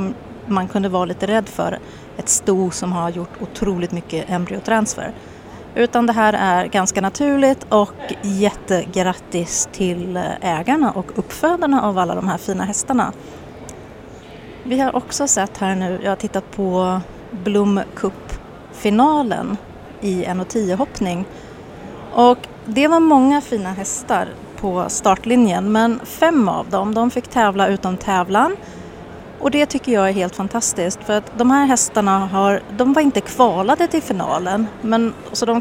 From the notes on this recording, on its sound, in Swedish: Poddat live från en spånbal vid entrén till Brabanthallen i den Bosch, Holland